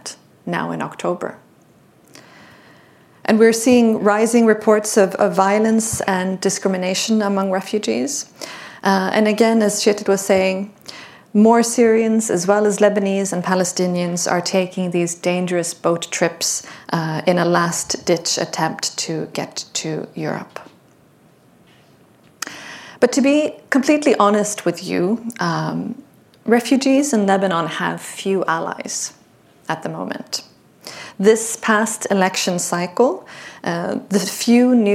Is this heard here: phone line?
no